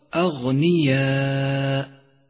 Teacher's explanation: احذر من همس حرف الغين في كلمة أغنياء، فإذا همسته انقلب إلى خاء فيصير هكذا أغنياء، والصواب أغنياء.